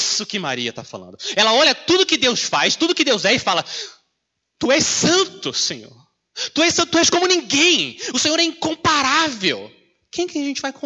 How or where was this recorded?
large echoing room